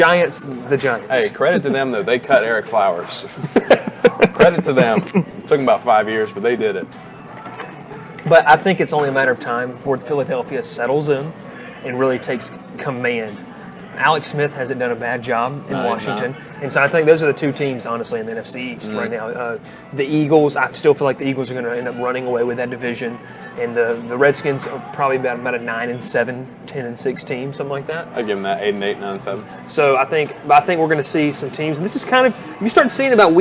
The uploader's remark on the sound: Live from Moe's BBQ in Rome, GA